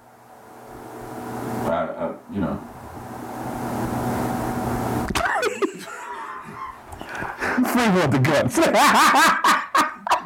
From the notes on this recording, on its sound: Let me apologize for the bad audio! The mics were turned up too high on this one.